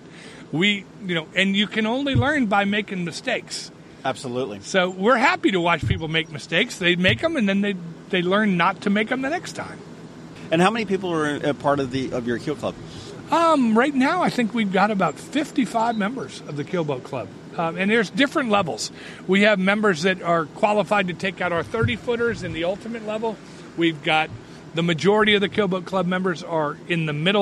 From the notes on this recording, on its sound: Annapolis Sailing School. Went down to the school and sat on a deck overlooking the Severn River and Back Creek.